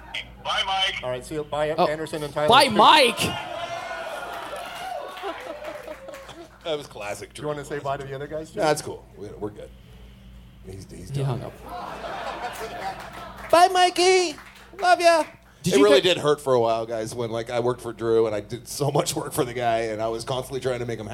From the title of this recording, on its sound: Live In Las Vegas!